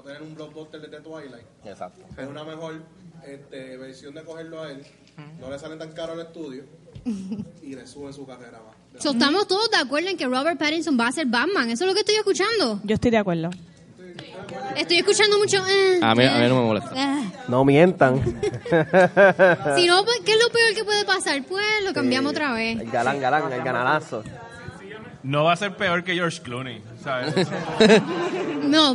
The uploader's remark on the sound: Puerto Rico Comic Con 2019 Panel. Llevado a cabo por el equipo de Movie Network en el Puerto Rico Comic Con 2019.